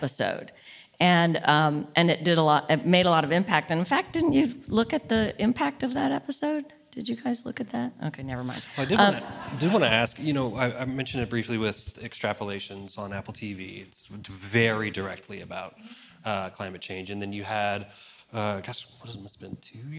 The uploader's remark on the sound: This conversation is presented by Hollywood, Health & Society , and was recorded at ATX TV Festival Season 12 (June 1-4, 2023) in Austin, TX.